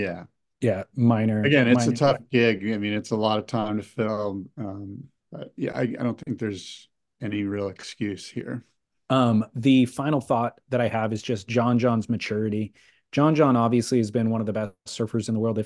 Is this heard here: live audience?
no